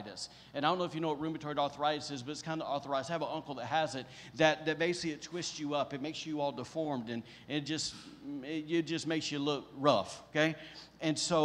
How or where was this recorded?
large echoing room